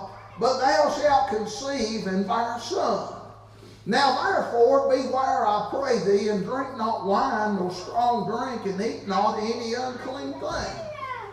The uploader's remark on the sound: Wednesday Evening service at Calvary Baptist. February Revival.